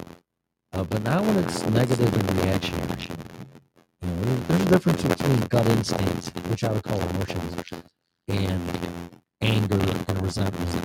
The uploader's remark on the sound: Apologies for the static